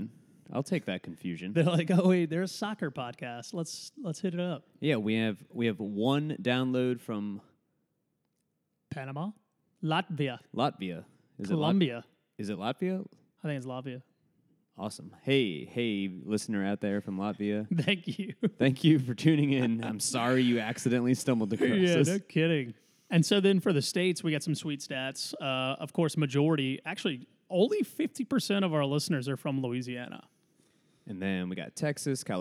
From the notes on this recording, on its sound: Go live at the Port Orleans Brewing Company in New Orleans where they podcast the Urban Land Institute's Membership Drive.